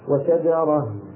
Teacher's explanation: إذا يستثنى من مد العوض هاء التأنيث المنونة المنصوبة، فإن تنوينها يحذف ويوقف عليها من غير تعويض، يوقف عليها على هاء ساكنة وشجرة ولا شيء غير ذلك